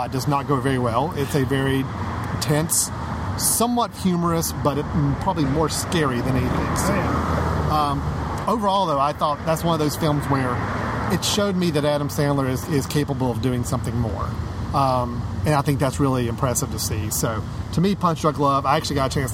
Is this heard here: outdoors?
yes